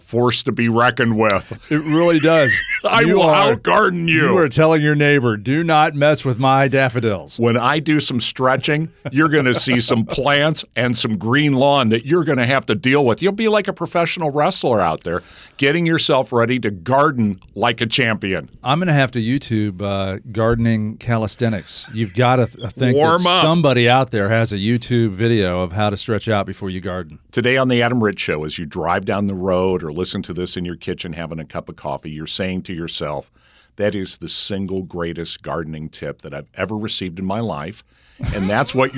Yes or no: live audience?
no